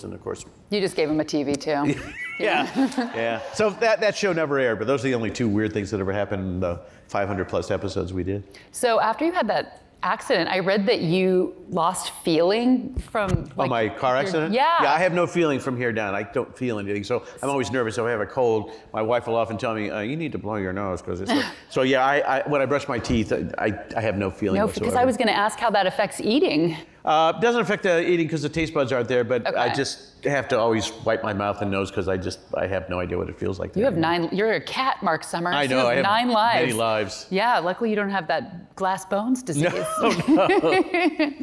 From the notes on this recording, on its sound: During a live taping at the Crosscut Ideas Festival in May.